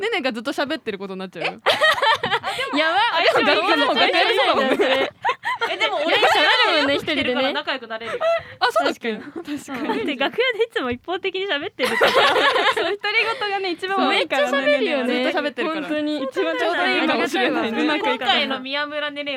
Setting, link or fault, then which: setting, live audience